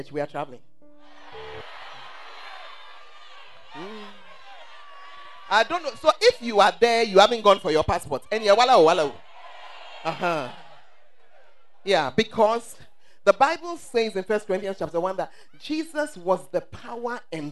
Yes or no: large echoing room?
yes